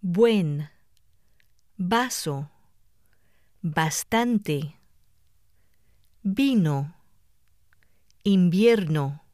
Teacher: At the beginning of a breath group, or after the letters M or N, the B and V are pronounced like the B in the English word boy · Term: occlusive sound